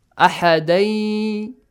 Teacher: the noon changes to ye